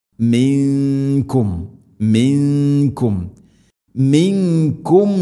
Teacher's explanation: സുക്കൂനുള്ള നൂനിന് ശേഷം കാഫ് ഇഖ്ഫാം ബിഗുന്ന, അവ്യക്തമാക്കി മണിക്കണം.